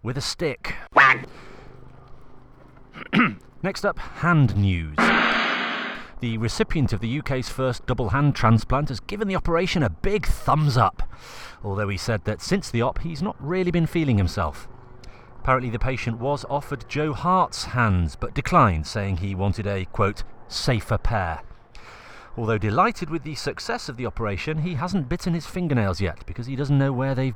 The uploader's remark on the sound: Recorded in a field in Shepton Mallet.